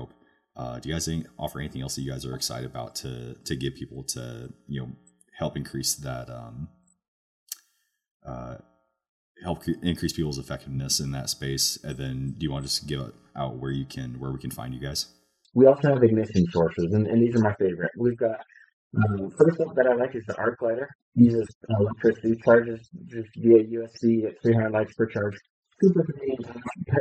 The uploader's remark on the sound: we had some pretty bad issues with audio quality during this episode